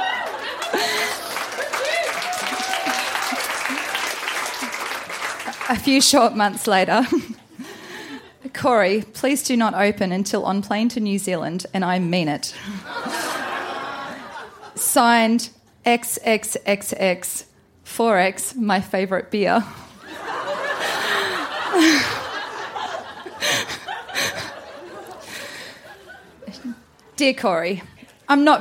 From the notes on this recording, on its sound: Recorded live at the Woodford Folk Festival.